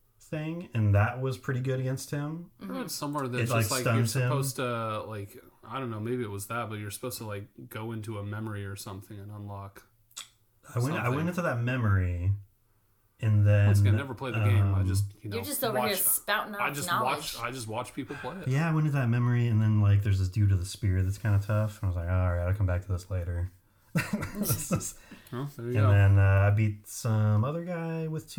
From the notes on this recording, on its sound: (Sorry for the audio, my mic has some static throughout, tried to edit out as much as I could).